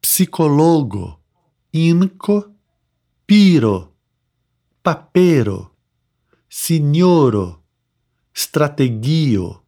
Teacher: La plej sona silabo estas la antaŭlasta.